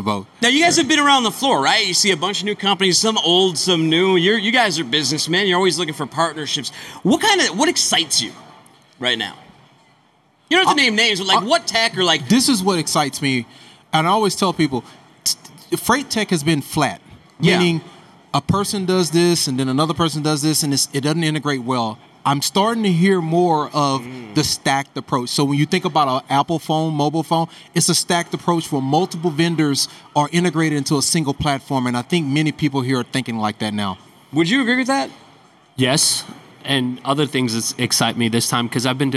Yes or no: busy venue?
yes